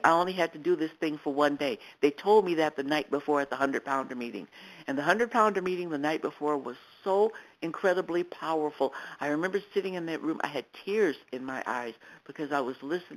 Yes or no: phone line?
yes